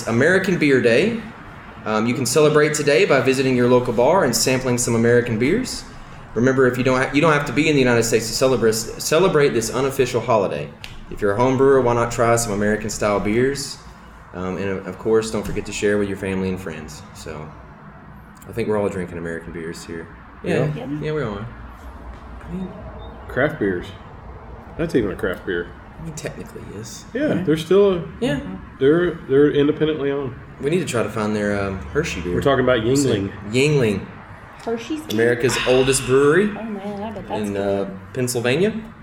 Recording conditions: background noise